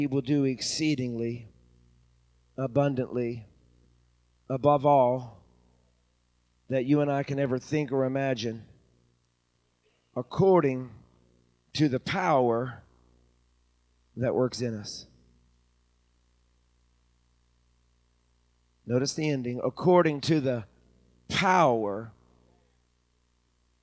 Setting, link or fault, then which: setting, large echoing room